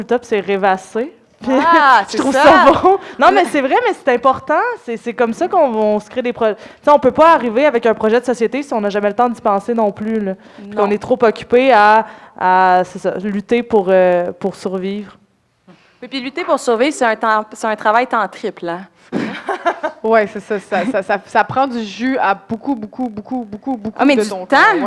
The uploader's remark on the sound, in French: Enregistré devant public, le dimanche de 17h à 19h, à La Cale Pub Zéro Déchet au 6839 rue St-Hubert à Montréal.